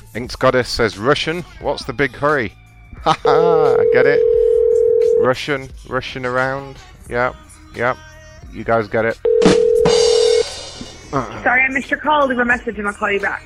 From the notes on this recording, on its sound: We also called in to good old Talkshoe. We called a few businesses to ask about Pokemon and Pokestops.